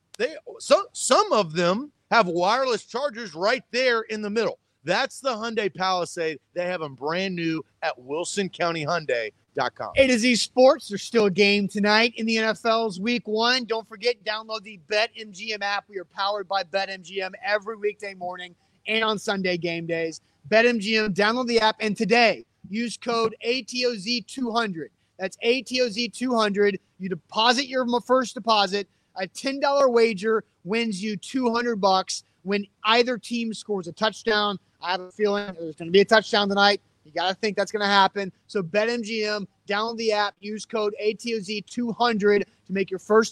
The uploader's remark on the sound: Live from Mill Creek Brewing